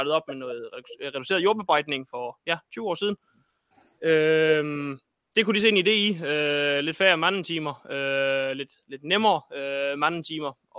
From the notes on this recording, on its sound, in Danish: Til dette webinar er vi med live fra Kongshoved på Kegnæs